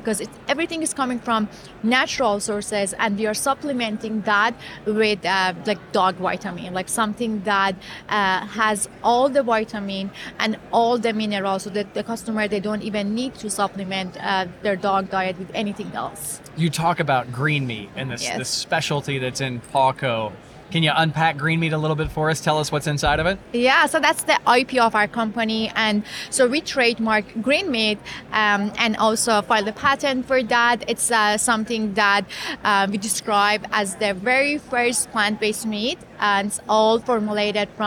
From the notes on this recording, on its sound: During the Rally Innovation Conference in Indianapolis.